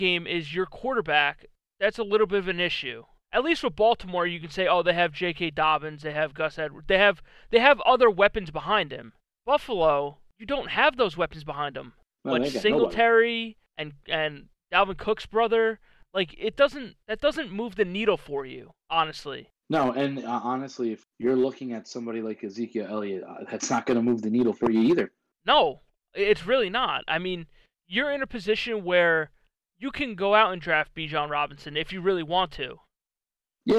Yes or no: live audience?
no